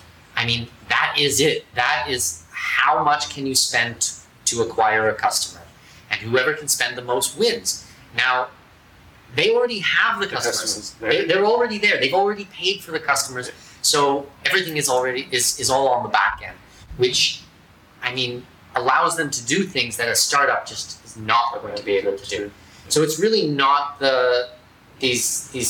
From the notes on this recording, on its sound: This is a first for us and we’re learning the ropes for audio and video. Came to my office here in downtown Panama and we recorded live video and then made an audio recording for our podcast. You will notice the sound is a little different.